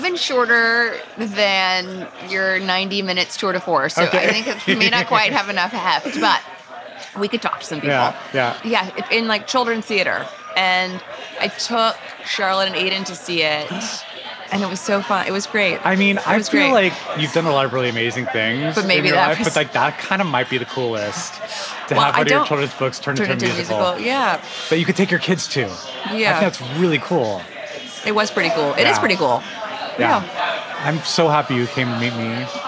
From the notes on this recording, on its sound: Over salmon salads. This episode of Dinner's On Me was recorded at Upland in NYC's Flatiron District.